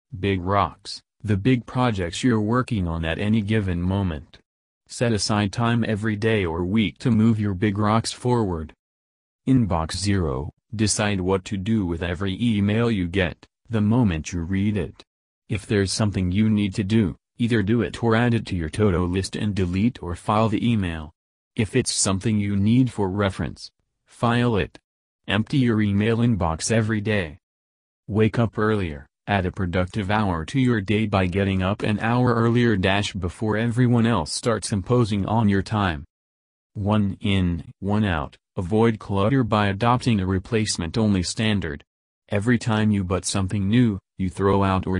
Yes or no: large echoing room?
no